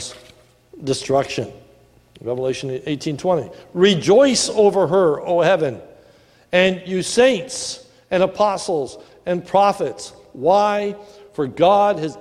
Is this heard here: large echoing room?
yes